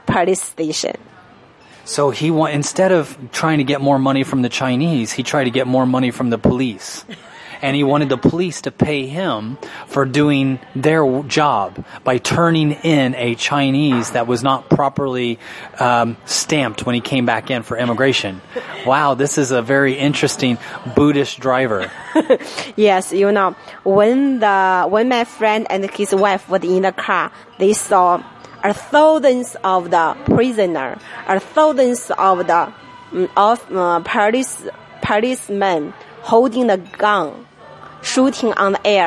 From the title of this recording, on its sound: Live From Denny's Diner